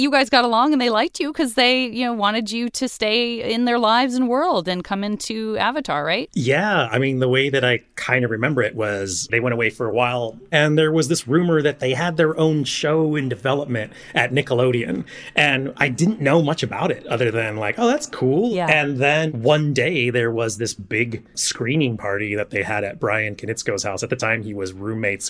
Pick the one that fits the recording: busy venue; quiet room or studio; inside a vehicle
quiet room or studio